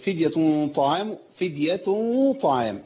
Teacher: بخفي التنوين عند الايه؟ عند الطاء، فتفخم الغنه تبعا للطاء